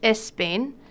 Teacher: los españoles tienden a pronunciarlo Spain, añadiendo una E antes de la S